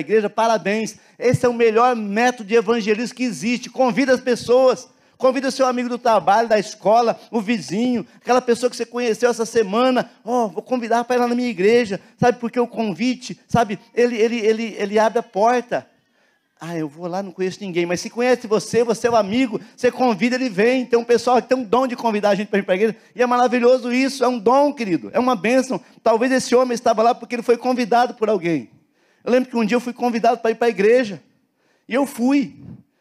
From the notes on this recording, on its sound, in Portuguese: na Igreja ABA Curitiba (Transmitido ao vivo)